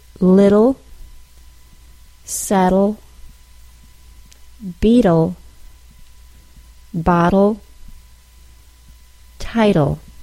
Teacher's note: the T sound turning into a quick D sound due to the combination of a vowel sound, T or TT spelling, and then syllabic L